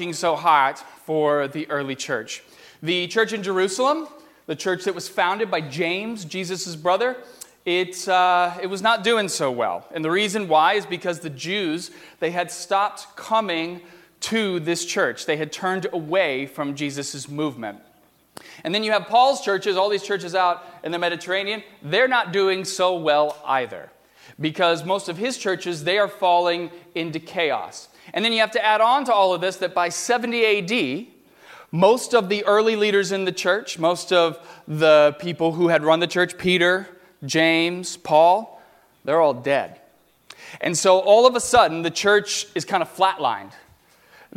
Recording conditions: large echoing room